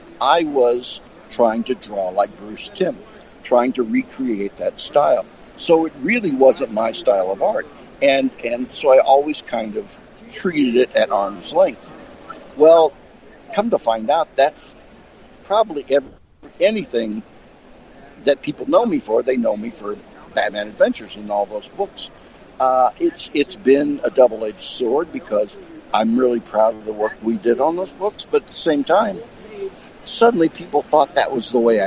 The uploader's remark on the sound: LIVE from Planet Comicon 2019!